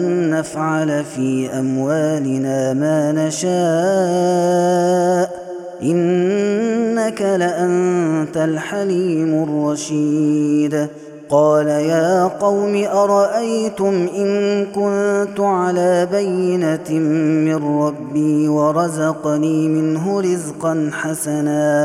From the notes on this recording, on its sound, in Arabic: هذا التسجيل من صلاة التراويح.